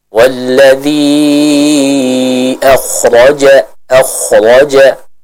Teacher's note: dibaca dengan kadar 4 sampai 5 harakat · Term: mad jaiz al munfasil